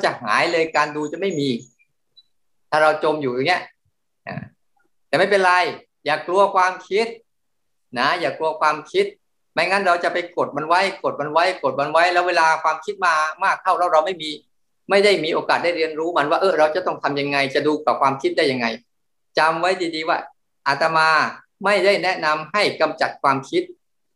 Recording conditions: video call